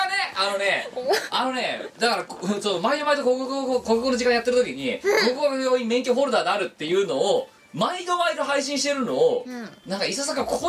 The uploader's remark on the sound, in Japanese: 収録時の機材トラブルか、全体的にノイズが乗っています。ある程度対処してはおりますが、トーク部分にかかったものは、ほぼそのままとなっております。